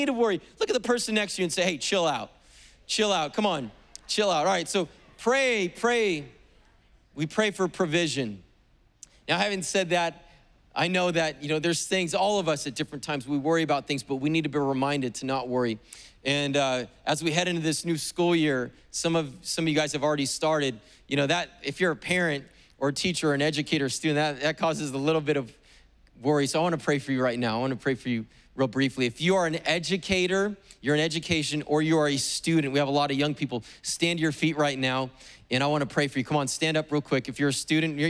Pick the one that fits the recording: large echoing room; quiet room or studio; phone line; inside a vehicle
large echoing room